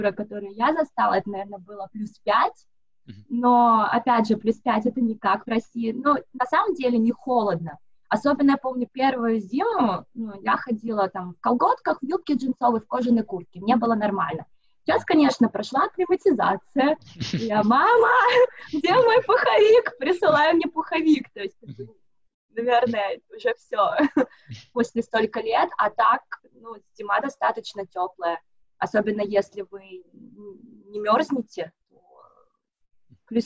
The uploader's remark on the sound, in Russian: поговорили с ней по Зуму